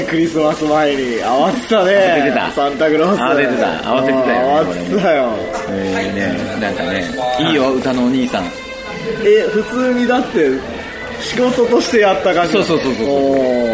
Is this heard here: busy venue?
yes